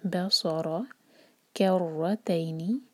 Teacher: را پر ایک سے زیادہ ٹکرار نہ ہو لیکن اسٹرانگ پڑھا جائے گا